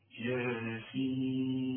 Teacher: انت مش لاحظت ان انا مديت الياء حركتين فقط والسين ستة